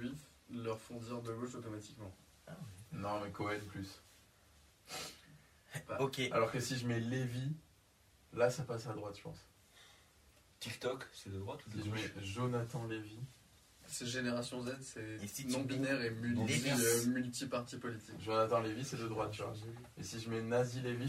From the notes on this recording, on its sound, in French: Je n'ai malheureusement pas beaucoup réglé les problèmes de son. A vrai dire vous entendrez que c'est parfois pire, étant donné les enregistrements en plusieurs parties, le changement de matériel...